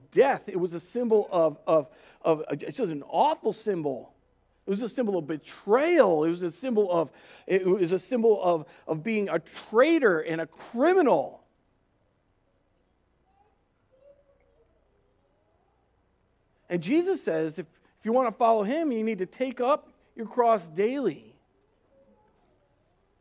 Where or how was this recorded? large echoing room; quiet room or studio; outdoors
large echoing room